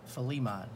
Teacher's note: take the word Philly and just take the emphasis on the Li part